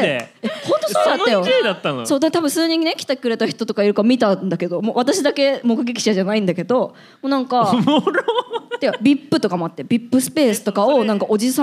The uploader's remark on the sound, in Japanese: 公開収録2023 in 大阪。大阪で初の公開収録！